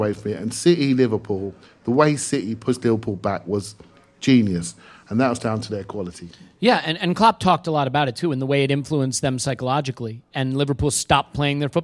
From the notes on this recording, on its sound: This show was recorded in front of a live audience at The Victoria Tavern.